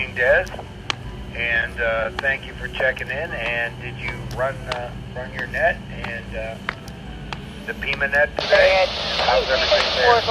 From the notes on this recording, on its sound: An evening walk. I'm usually out walking in this podcast as strange as that is. This is heard on 146.940 repeater.